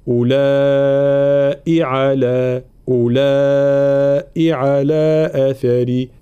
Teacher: طبعا كلمة أولئ مكتوبة بالواو بعد الهمزة، ولكن لا ننطقها، فلا نقول أولئ، لا أولئ. نفس الشيء الهمزة الأخيرة المكسورة ليس بعدها مد